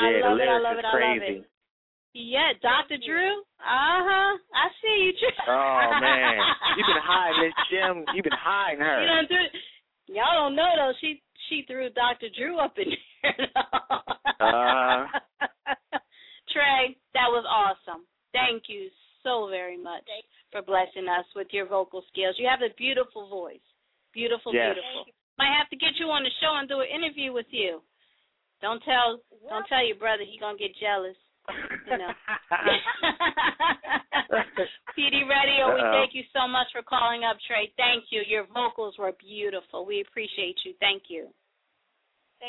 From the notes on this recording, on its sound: open the phones lines to spoken words artists